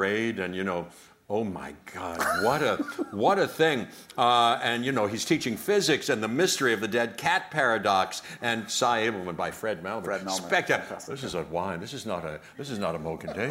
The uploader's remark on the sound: Taped in front of a LIVE NYC audience.